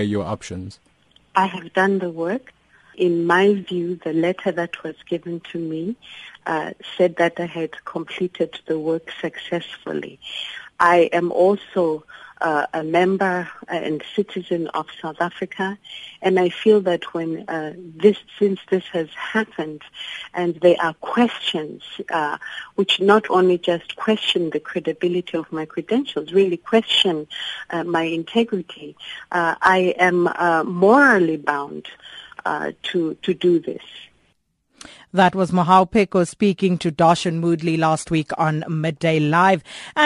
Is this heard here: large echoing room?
no